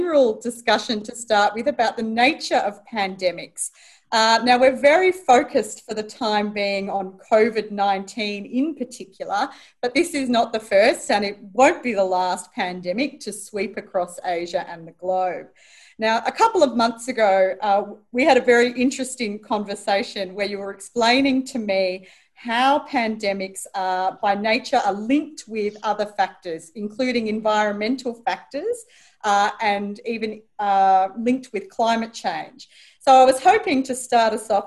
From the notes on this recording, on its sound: In this La Trobe Asia webinar a panel of experts will discuss these questions. Recorded live via zoom.